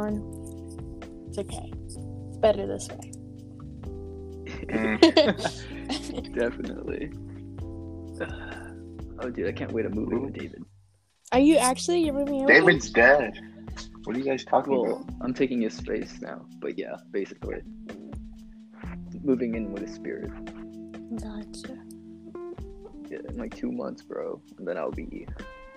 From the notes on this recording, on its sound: audio kinda moody